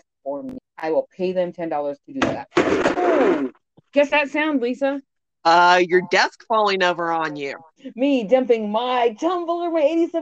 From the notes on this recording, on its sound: Apologies about the clipping.